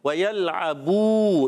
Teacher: ویل آبو میں واؤ کے دائیں کی ہونٹوں کی گولائی سے ویل، یا کو لام سے ملانا ہے، لام کو ہلانا نہیں ہے، عین پر زبر ہے، عین ادا ہوتا ہے حلق کے درمیان والے حصے سے